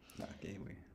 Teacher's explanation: Agewi means to not help, where you get the ah vowel, but then you also get the voicing of the K because it's now in between ah and a